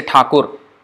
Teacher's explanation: But in Bengali, we may say Thakur. The A at the end is not pronounced.